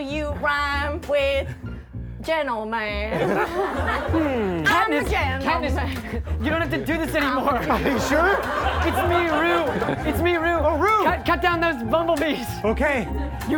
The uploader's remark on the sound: Taped live at UCB Los Angeles in May 2023.